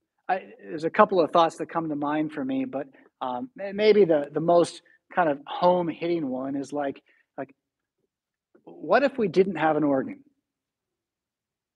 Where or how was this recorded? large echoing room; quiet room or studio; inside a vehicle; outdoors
large echoing room